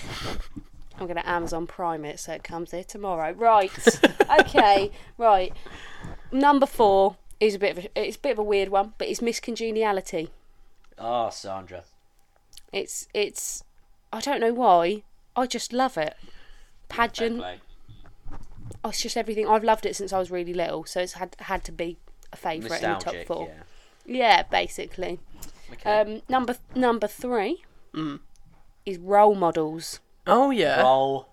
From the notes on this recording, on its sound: Apologies for the Mic scuffling, the culprit shall be found and vigorously told off.